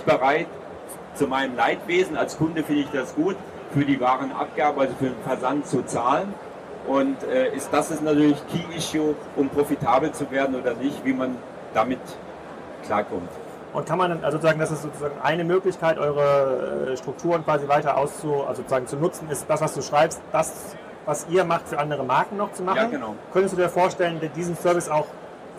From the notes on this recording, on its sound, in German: Das erste DMEXCO live Interview